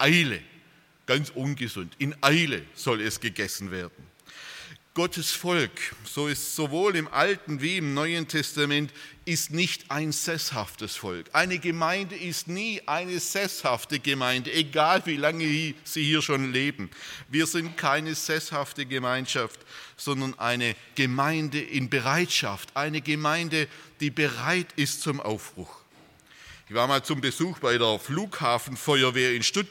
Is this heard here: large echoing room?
yes